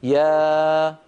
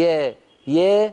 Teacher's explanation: الألفات لا تنفتح تماما بسبب ارتفاع وسط اللسان · Shown in: second take · بسبب العادة والإلف واللهجة العامية، بدل أن تقولي يا قولي يا ولا تتركي وسط اللسان، لا تتركي يرتفع هكذا، اتركي اللسان في الفم في ما يسميه العلماء وضع الراحة.